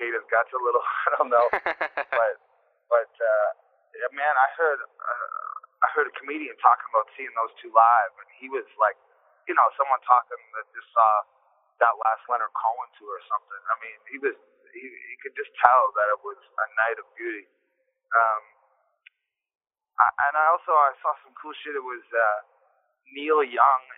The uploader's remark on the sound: we spoke on the phone